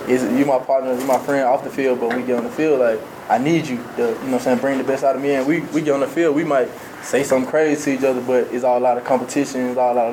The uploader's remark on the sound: Colorado Buffaloes mid-spring ball press conference. Fielded questions from the media in a press conference setting.